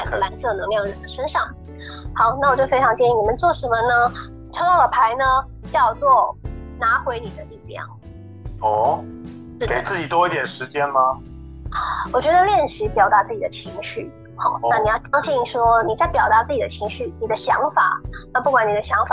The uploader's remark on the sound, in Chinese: 本集節目採用遠端錄音，音質不佳請見諒